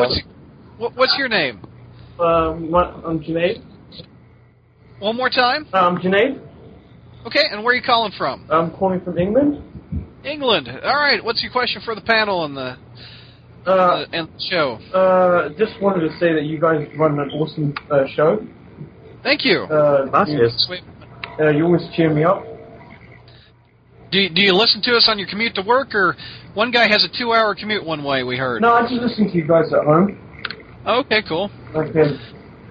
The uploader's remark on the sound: We wrap up our 15th anniversary of the website celebration by taking live callers.